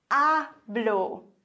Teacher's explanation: Betonung auf der vorletzten Silbe. Ich habe hier zwei Silben, hablo.